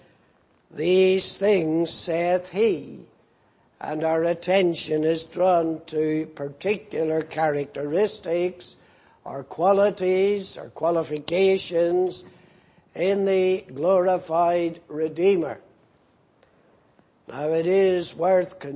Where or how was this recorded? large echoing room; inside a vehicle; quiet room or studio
large echoing room